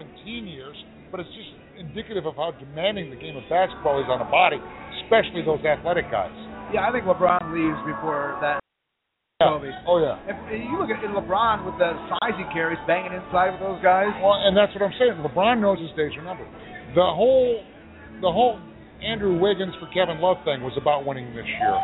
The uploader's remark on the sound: Live from Wrigley Field Bar and Grill